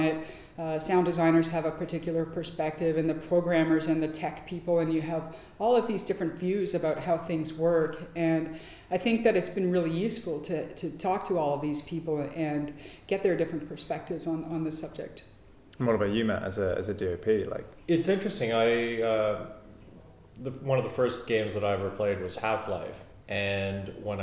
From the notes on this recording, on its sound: down at the AES Audio for Games conference in London 11-13th February 2014